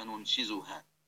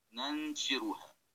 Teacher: قرأت بالزاي المعجمة مع ضم النون، وقرأت بالراء المهملة مع فتح النون